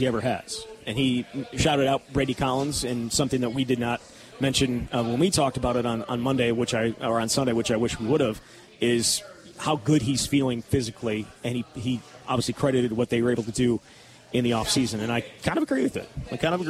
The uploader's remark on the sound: live at Monk's in Sun Prairie